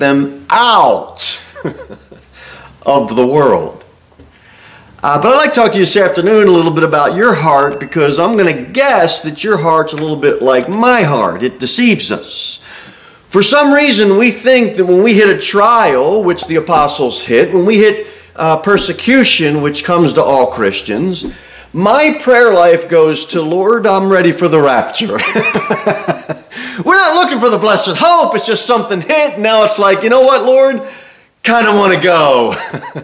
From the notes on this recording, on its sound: Sermon delivered at Pilgrim Baptist Church on Sunday, October 22, 2023, at 2-15 pm. Cookeville, TN 38501.